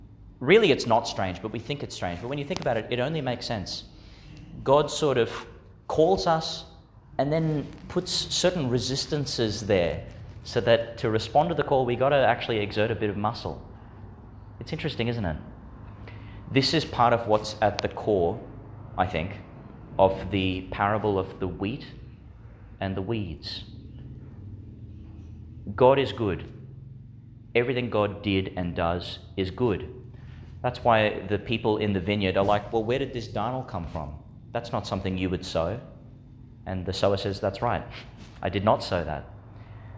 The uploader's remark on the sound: Homily for the Sixteenth Sunday in Ordinary Time, delivered in St Agnes Church, Agnes Waters, Qld.